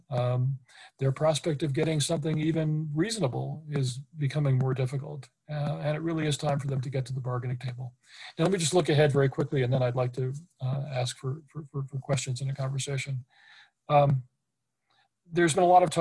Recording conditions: video call